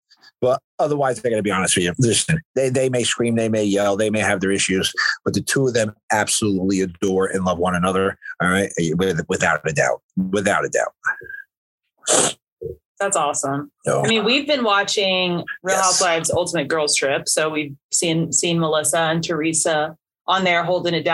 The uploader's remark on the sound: joined us in the BMB Zoom Room!